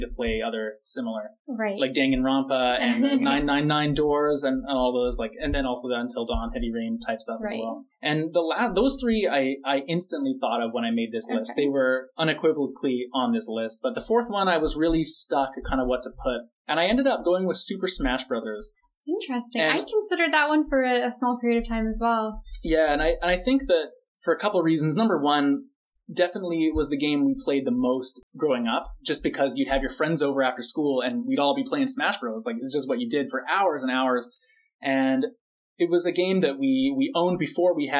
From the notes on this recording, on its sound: Apologies for the audio quality of this episode.